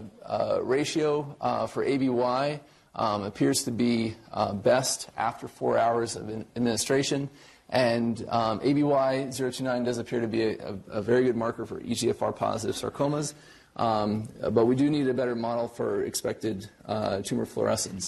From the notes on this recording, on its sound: Norris Cotton Cancer Center Grand Rounds